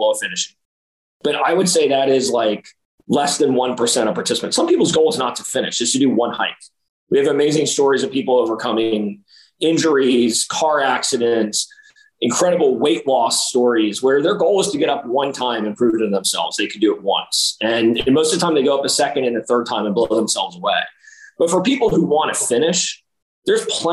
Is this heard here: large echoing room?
no